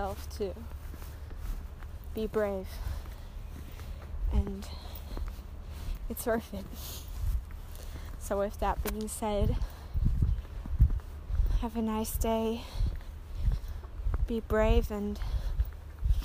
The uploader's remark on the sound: I recorded it on my phone, out of an urge. Let's go on a journey to one of many beautiful places, somewhere in Austria.